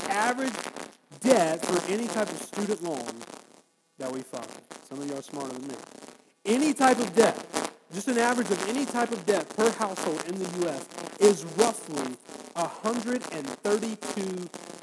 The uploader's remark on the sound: Our Apologies for the poor audio.